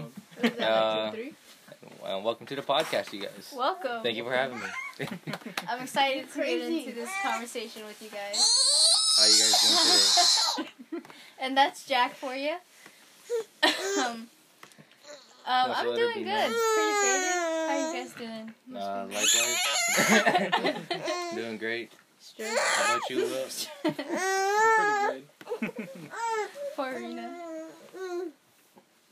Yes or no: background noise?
yes